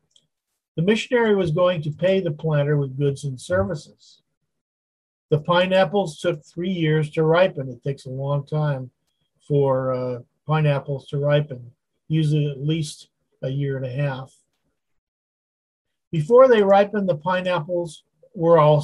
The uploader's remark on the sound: Wednesday Zoom study.